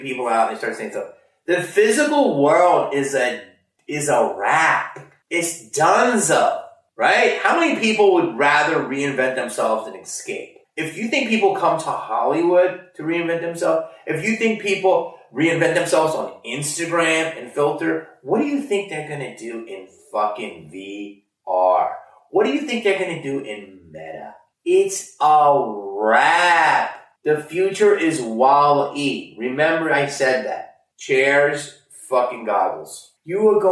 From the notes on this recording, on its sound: Sorry about the audio quality on this one, there was an issue with the mics but we still wanted to upload this and give you all a new video.